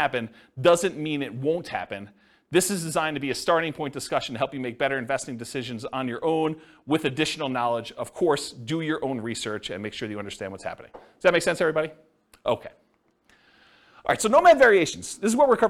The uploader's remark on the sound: This was a live class recorded